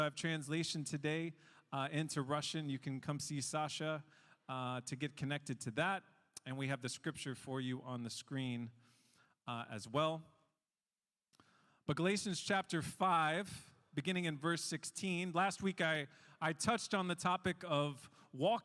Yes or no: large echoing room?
yes